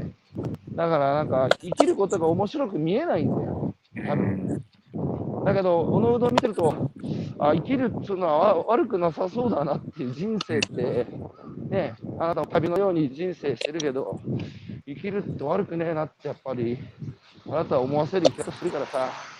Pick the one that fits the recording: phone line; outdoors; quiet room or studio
outdoors